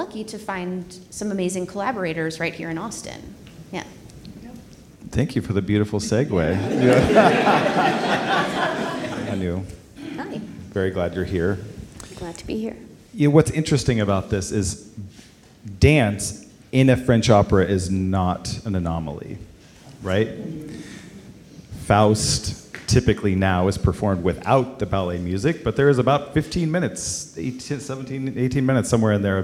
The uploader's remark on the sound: Recorded Live in Partnership with Austin Opera. Recorded in front of a live audience.